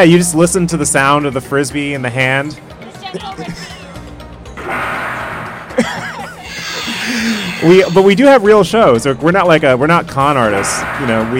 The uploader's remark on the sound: Live from INTERNET YAMI-ICHI